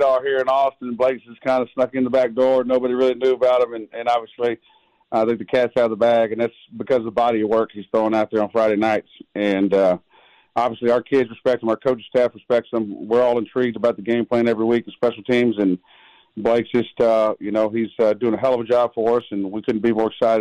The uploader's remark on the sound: joins via phone